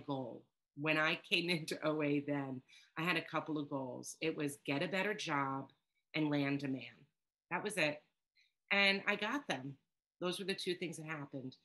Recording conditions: video call